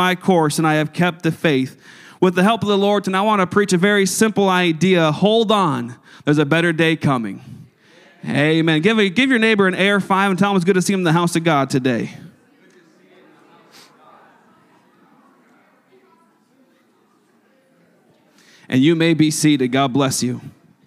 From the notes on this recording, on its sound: a service recording from Connect Point UPC